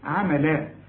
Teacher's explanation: الفتحتين عند الوقف يدوك إيه ألف كاملة